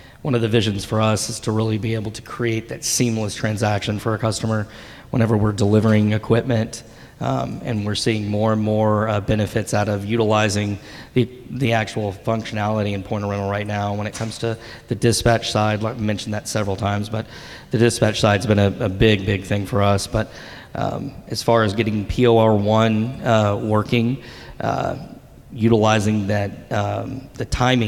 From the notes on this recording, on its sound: At Point of Rental's 2023 International Conference, we welcomed several rental leaders up to the stage.